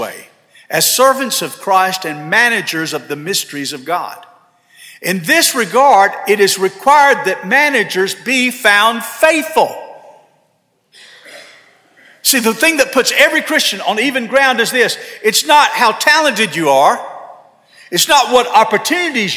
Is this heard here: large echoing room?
yes